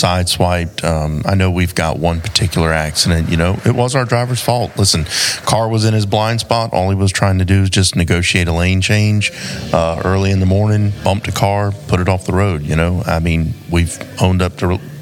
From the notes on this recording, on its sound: Recorded LIVE at the 2022 South Carolina Trucking Association Annual Meeting